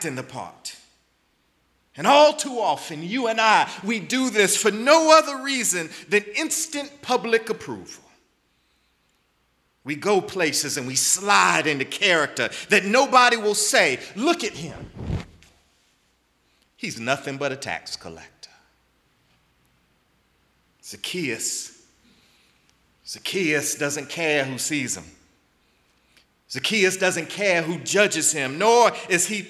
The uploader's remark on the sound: in the Memorial Church at the Knafel Center